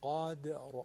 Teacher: قا حرف قاف درشته، اما داله با قلقله نازکه